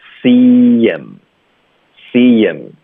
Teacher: 我们把 h 的音给省了，然后我们就用一个 y 的连读